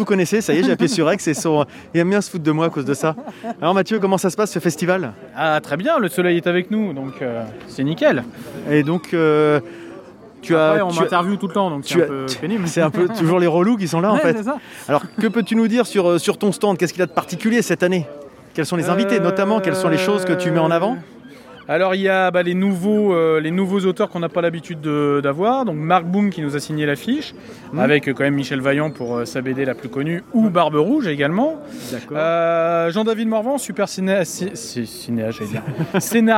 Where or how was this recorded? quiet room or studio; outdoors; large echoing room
outdoors